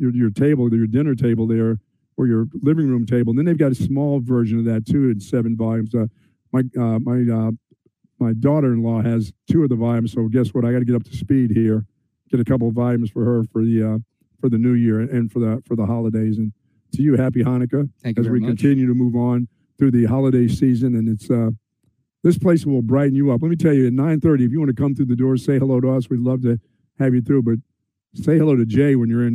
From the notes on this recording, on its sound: broadcast LIVE from Sue Patrick